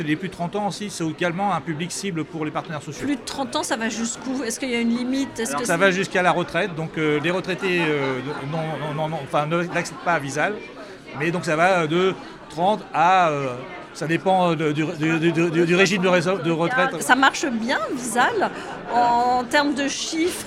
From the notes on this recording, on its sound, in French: Ce podcast a été enregistré à Immo, le congrès de la FNAIM à Paris les 4 et 5 décembre derniers.